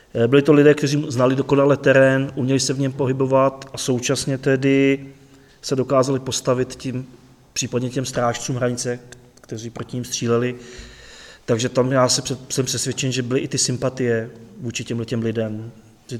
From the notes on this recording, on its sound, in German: Fand im Juli 2021 eine Veranstaltung in Horní Planá (Oberplan), in Südböhmen statt. Der Mitschnitt stammt vom 2.7.2021, aufgezeichnet im Kultur- und Informationszentrum in Horní Planá.